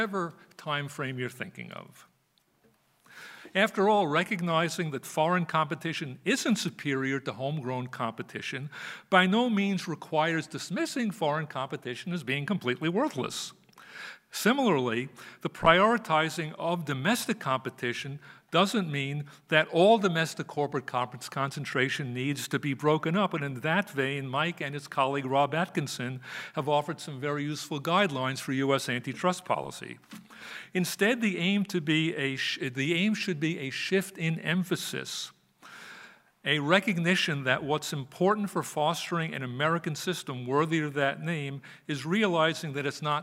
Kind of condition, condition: setting, live audience